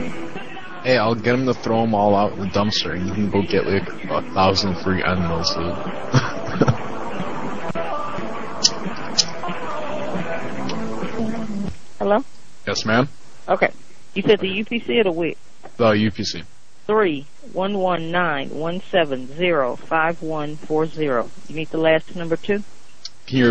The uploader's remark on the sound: RBCP's Personal Prank Phone Calls Collection